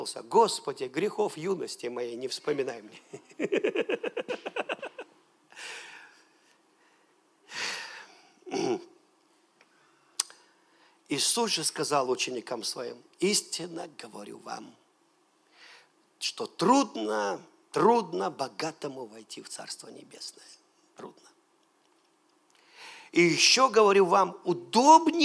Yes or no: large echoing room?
yes